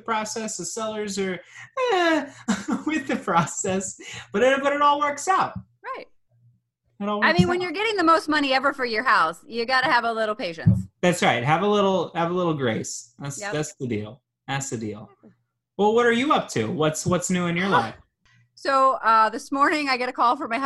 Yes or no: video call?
yes